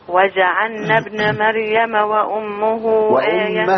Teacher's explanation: عايزين نفخم الراء بتاعت مريم